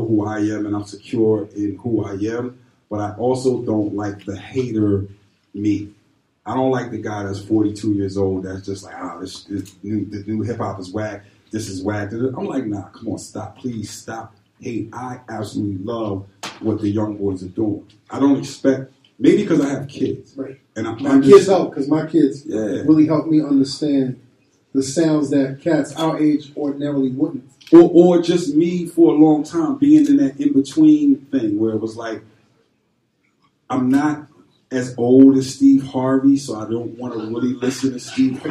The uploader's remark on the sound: We are live from the beautiful G Star Brooklyn store at 118 N 4th St, Brooklyn, NY 11249. This is our first stop on the tour so we hope you enjoy.